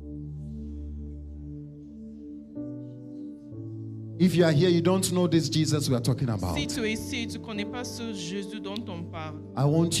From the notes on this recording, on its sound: Preached during Cross-over Service 2023